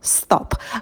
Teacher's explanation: И в слове «стоп» «т» мы не придыхаем, потому что он идет после «с».